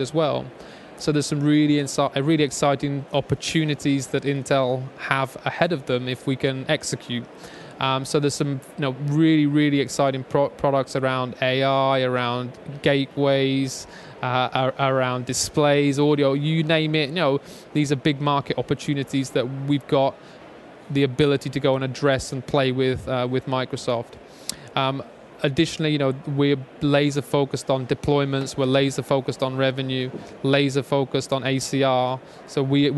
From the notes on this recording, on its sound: LIVE from Microsoft Ignite in Orlando Florida.